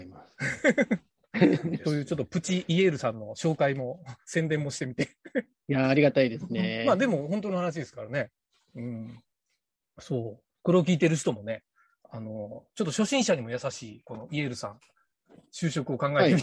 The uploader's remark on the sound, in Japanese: 年末の忘年会をzoomで行った模様をお届けします